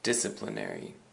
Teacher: the emphasis is on the first syllable, the dis.